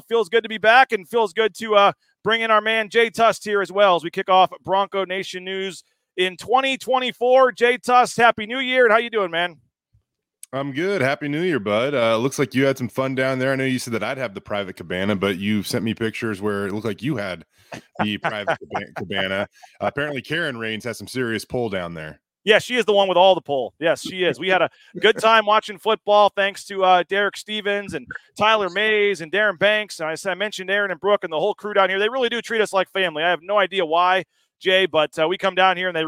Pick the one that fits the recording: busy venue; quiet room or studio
busy venue